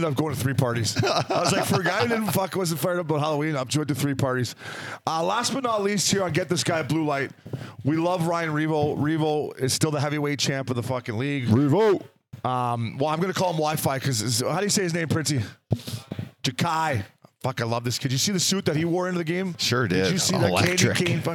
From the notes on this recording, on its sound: Live from DraftKings Sports and Social in Detroit